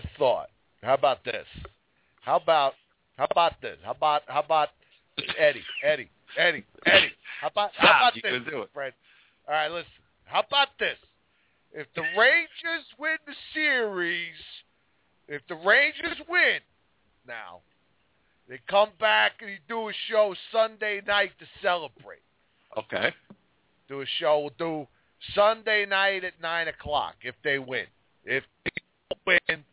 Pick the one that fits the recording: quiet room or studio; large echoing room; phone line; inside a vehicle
phone line